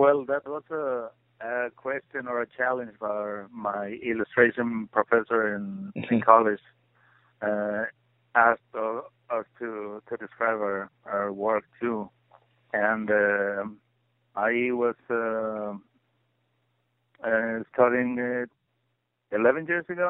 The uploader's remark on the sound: conducted a phone interview